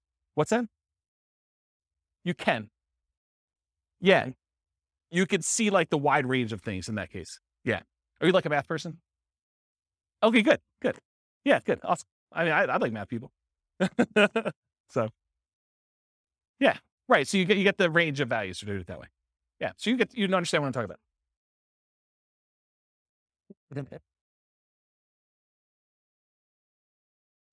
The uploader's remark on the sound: This was a live class recorded